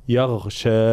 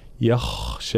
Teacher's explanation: في كلمة يخشى لابد من ترقيق الياء تفخيم الخاء مع إعطاء الخاء حقها من الرخاوة ومن الهمس. الخاء إذا لم نعطيها معناها صفة الهمس فتصير مجهورة، فتصير شبيهة بحرف الغين · Shown in: second take